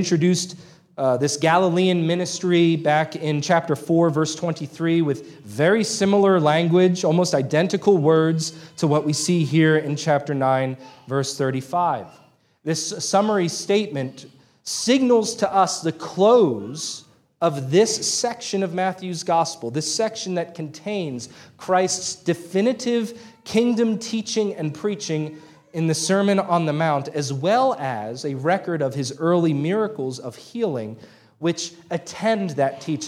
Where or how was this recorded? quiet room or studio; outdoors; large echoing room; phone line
large echoing room